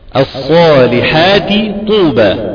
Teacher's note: نعم الصالحات طوبى، التاء صالحات طو والطاء المضمومة، تاء محركة بكسر ثم بعد ذلك طاء محركة بضم، فكلاهما محركين، إذن فهذه كبير، هذا النوع هو المتجانسين الكبير.